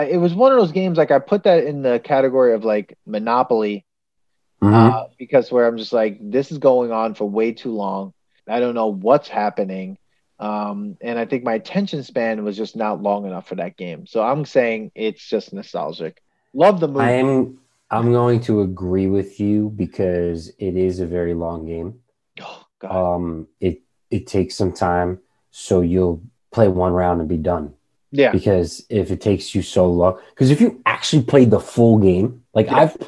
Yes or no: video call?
yes